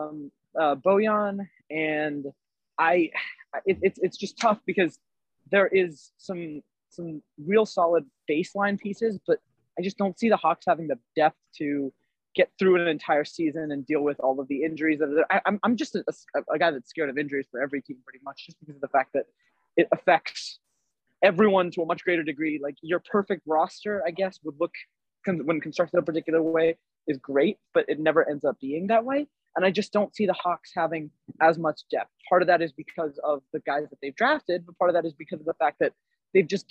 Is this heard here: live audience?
no